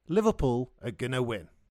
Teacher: Notice how R is reduced to the schwa sound and going to becomes gonna.